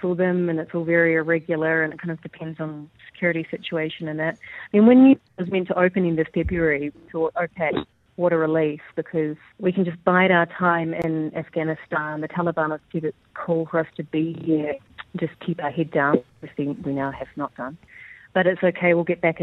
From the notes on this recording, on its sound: joined the Rumble on the phone Live from Kabul In Afghanistan